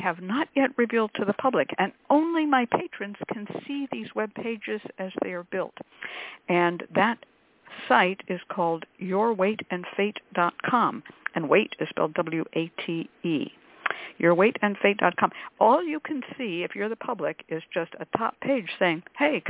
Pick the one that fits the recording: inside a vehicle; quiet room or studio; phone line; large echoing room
phone line